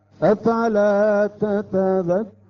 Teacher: السكون هو أحد أسباب المد، لكون وقفنا على النون أصبح عندنا المد العارض للسكون